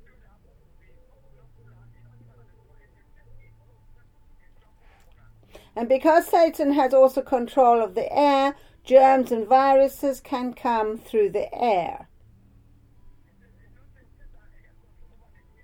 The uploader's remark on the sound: Speaking via phone to group in Sierra Leone.